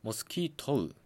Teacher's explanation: モスキートウで、トうっていう発音になるんですね、これ実は。